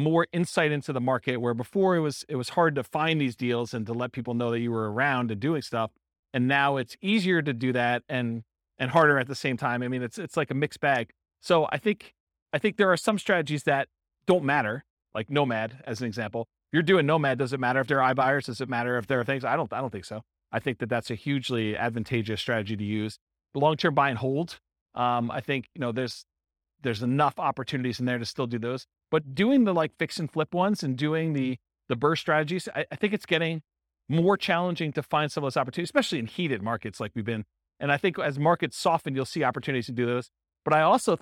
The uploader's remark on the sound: This was a live class recorded